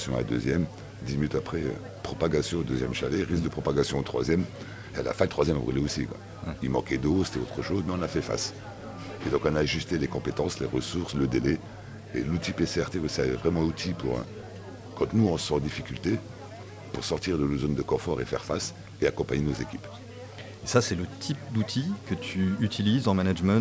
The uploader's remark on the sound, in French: Nous remercions le restaurant Vinevietable à Levallois-Perret de nous avoir accueilli pour cet enregistrement. Nous remercions le restaurant Vinevietable à Levallois-Perret de nous avoir accueilli pour cet enregistrement.